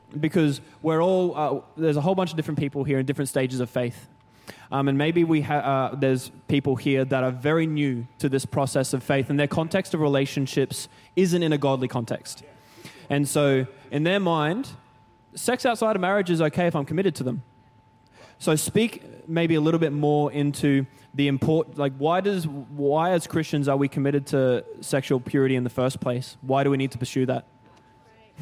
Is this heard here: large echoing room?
yes